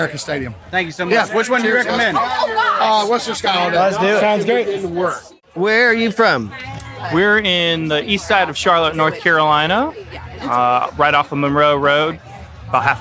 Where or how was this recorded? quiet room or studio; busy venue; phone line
busy venue